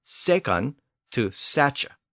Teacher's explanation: the K sound often became a CH sound in Old English